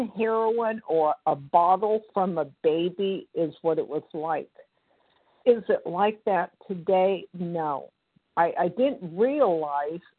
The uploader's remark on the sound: 100 Pounders Phone Meeting, 1/26/24